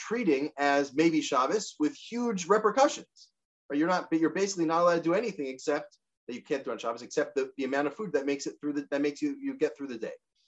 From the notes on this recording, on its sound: This audio was captured from Zoom. As part of Drisha's Spring Zman.